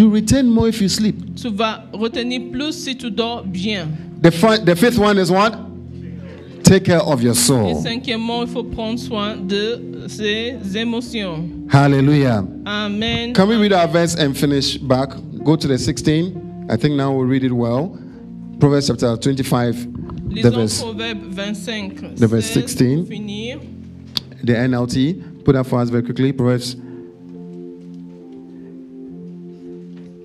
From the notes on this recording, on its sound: Preached during Joyful Hour Sunday Service